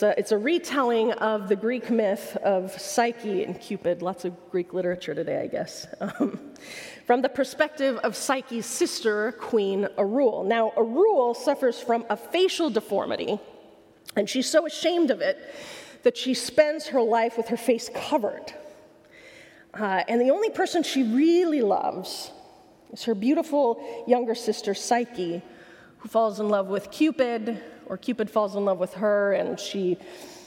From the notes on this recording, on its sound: A talk from the Mockingbird Conference in Minneapolis MN.